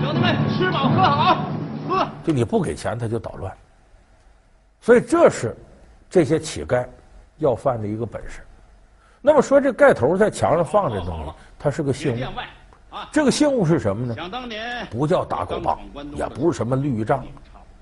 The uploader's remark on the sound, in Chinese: 還有聽故事的觀眾。是山西衛視。